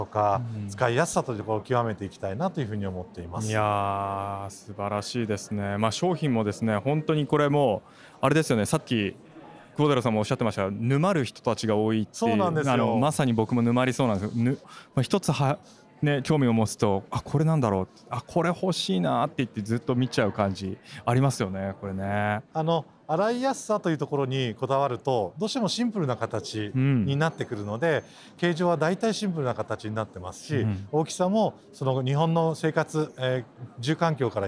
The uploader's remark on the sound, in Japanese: 今年2月に東京・恵比寿で行われた中川政七商店主催の小売店向け合同展示会「大日本市」の現場レポートをお送りします。